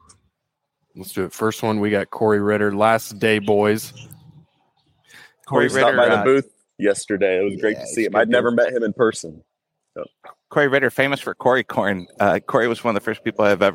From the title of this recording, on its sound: Live from Commodity Classic